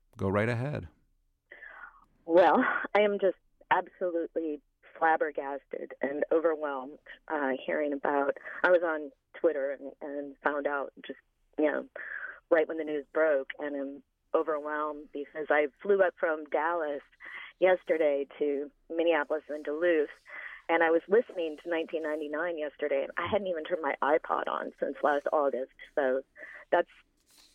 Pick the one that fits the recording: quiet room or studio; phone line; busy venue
phone line